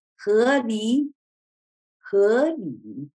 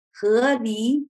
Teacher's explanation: The first thing you heard was one word made up of two characters that both have second tones